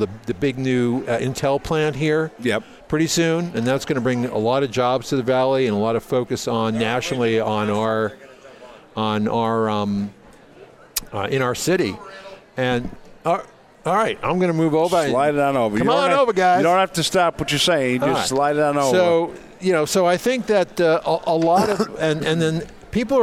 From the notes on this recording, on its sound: Join the VoiceAmerica Live Events team as we Broadcast Day 2 Live from the Phoenix Comicon! Interviews LIVE from the floor of Phoenix Comicon!